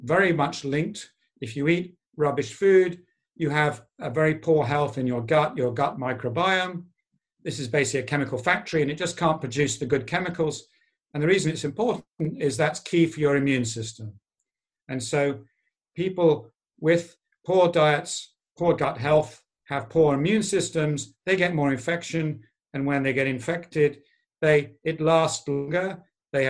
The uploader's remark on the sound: This talk was recorded at the online 5x15 event on 2nd September 2020.